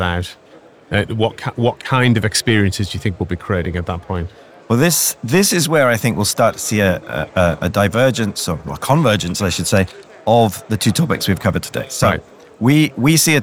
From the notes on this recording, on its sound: We are live from #MWC24 (Mobile World Conference 2024), direct from the Expo floor.